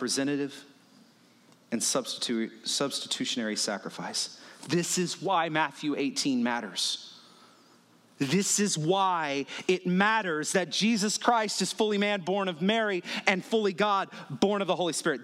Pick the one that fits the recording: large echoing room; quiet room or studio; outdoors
large echoing room